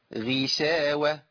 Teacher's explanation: ما هي القاف والغين والخاء حروف مفخمة لكن لما بتكسر بتبقى ضعيفة جدا